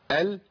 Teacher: وانا بجيب اللام بينحرف اللسان ناحيه الحافه · Term: الانحراف